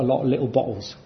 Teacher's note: Those are glottal stops instead of T's